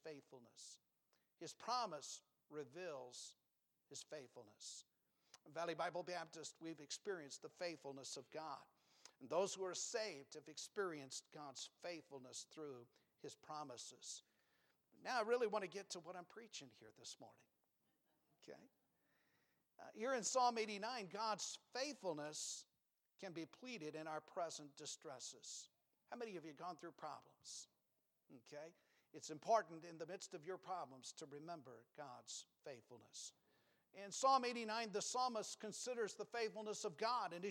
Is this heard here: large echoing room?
yes